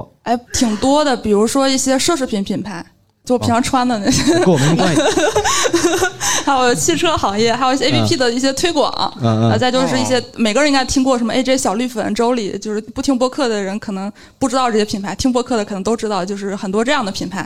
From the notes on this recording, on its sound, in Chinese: 本期节目在上周六的北京播客生态沙龙线下录制